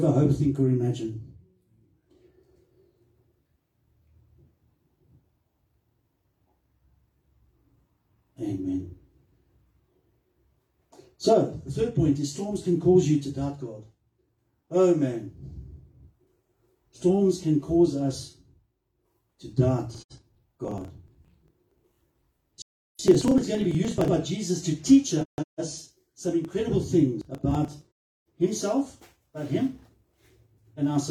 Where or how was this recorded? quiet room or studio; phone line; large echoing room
large echoing room